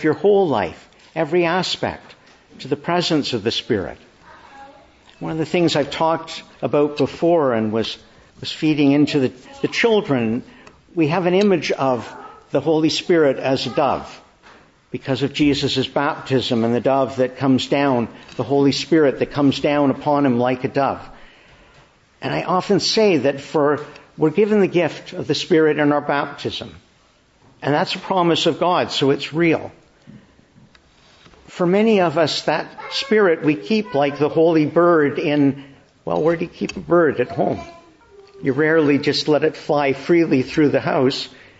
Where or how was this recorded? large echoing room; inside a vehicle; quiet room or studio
large echoing room